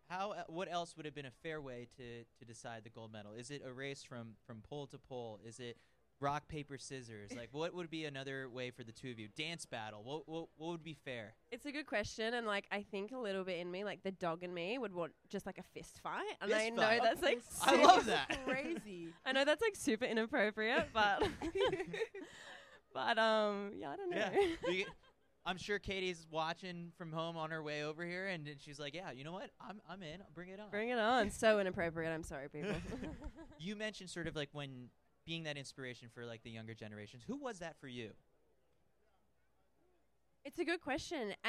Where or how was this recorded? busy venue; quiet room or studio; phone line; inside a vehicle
busy venue